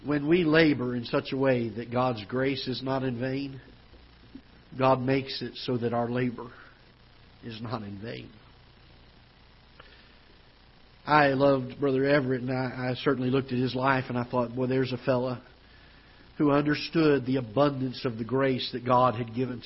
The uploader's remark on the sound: Ketha Heights Baptist Church ~ Live Broadcast